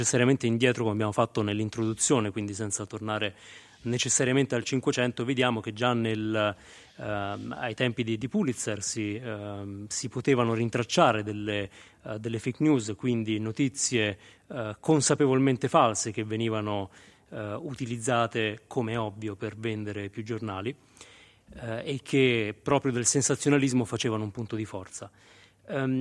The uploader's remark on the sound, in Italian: siamo Live nella cornice del Macro di Roma